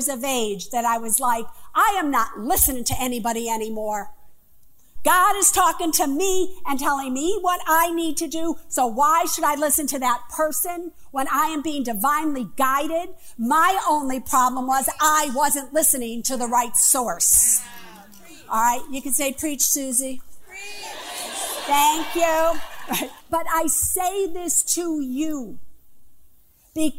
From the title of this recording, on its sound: Live From The Apollo Theater